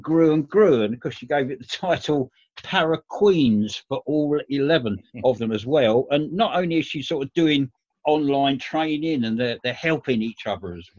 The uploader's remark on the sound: Zoom Show